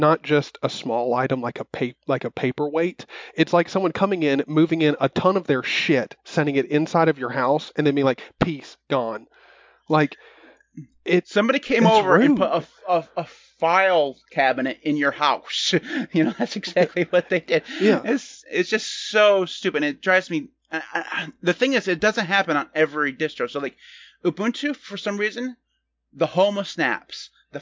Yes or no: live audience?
no